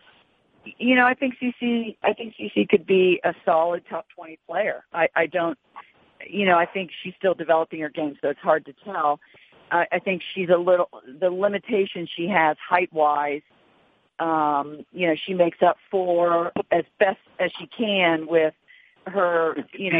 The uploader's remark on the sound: Wimbledon Conference Call